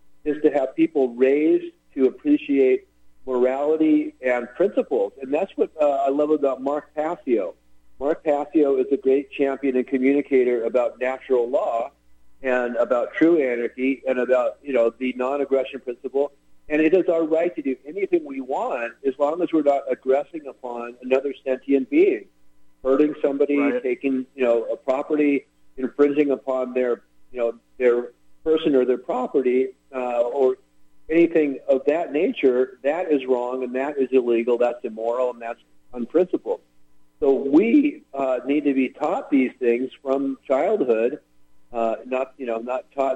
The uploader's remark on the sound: Call in guest